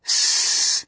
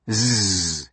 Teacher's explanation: Breath is thus broken into a series of puffs of air, which we perceive as a buzz, called voicing. You can hear and feel the buzz by making the sounds s, which lacks voicing, and zzz, which has it.